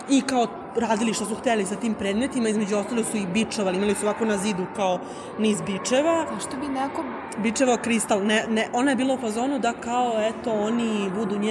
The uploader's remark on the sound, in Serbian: Epizoda je snimana tokom našeg prolaska kroz izložbu gde komentarišemo sve što vidimo i iznosimo svoje utiske na licu mesta, a na kraju epizode utiske sumiramo u studiju. Sav zvuk korišćen u ovoj epizodi je snimljen tokom našeg obilaska i sastavni je deo izložbe.